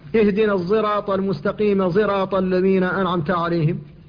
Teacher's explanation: وبعد الهمزة الفرع الثاني من فروع الحروف الصاد المشمة زايا، الصاد التي فيها صوت الزاي